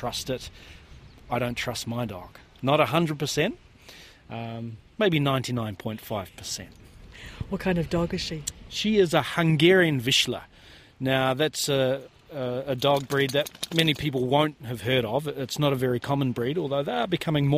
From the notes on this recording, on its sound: on a little penguin search in Wellington